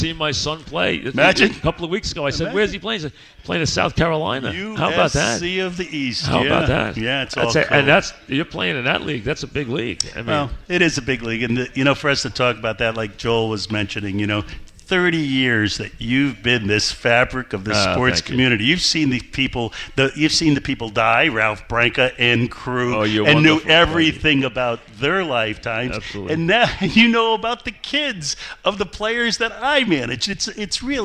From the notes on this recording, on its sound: Live at the Paley Center. Live on set.